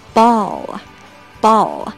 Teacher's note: 你读这个单词末尾的时候，你的舌头最终是顶着你的牙齿的